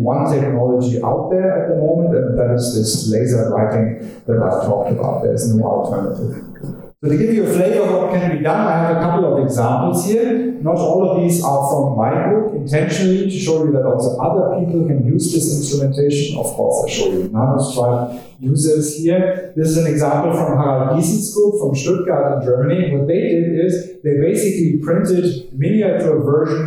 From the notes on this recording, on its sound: The podcast was recorded from an event held on Tuesday 9 April, 2019 at the University of Sydney.